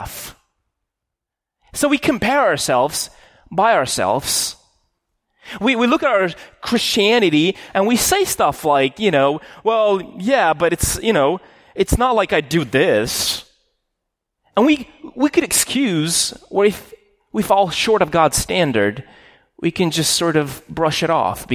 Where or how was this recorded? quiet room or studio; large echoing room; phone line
large echoing room